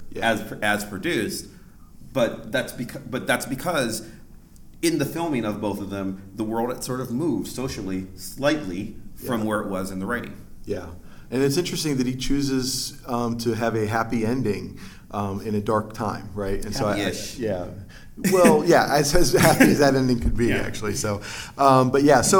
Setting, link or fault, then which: setting, live audience